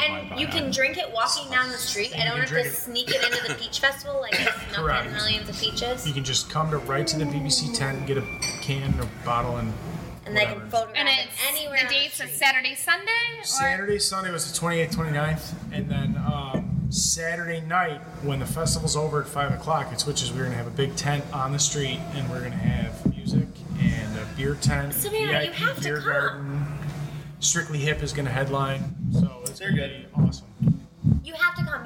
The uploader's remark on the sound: decided to stop and enjoy Lewiston, NY to hang out at Brickyard Brewing Company!